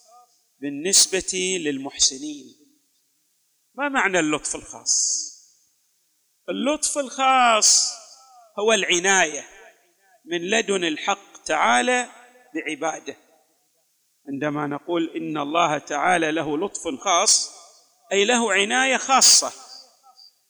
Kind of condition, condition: setting, large echoing room